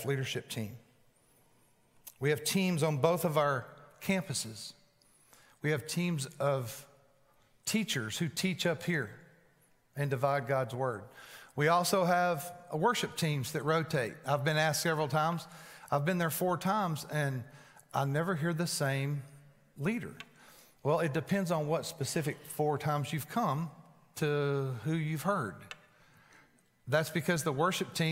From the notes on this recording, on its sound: Recorded live at The Fellowship at Mt Juliet on January 19, 2020. NOTE partial recording due to technical difficulties, we apologize for the inconvenience.